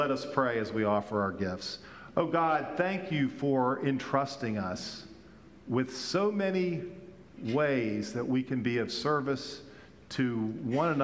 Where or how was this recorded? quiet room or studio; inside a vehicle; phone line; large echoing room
large echoing room